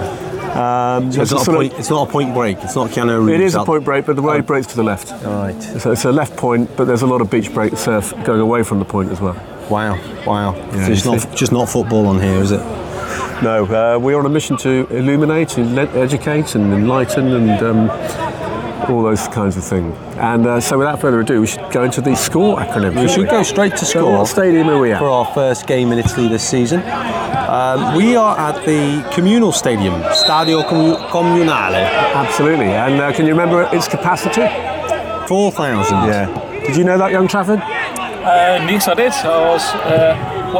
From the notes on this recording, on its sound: Sanremese 0 Chieri 0 was recorded at the Stadio Communale on Sunday 10 December 2023.